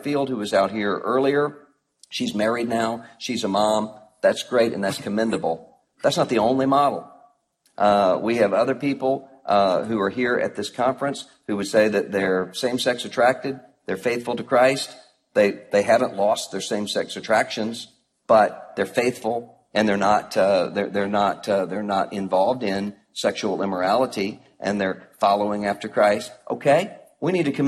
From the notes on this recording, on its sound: Live from National Conference 2014. Audio from the Live Q&E Event. At the ERLC 2014 National Conference.